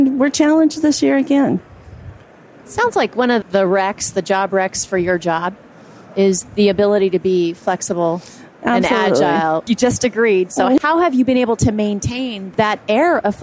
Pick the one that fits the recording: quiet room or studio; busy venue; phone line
busy venue